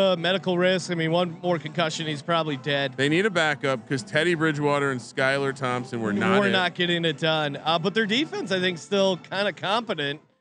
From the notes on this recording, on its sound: live from Circa Stadium Swim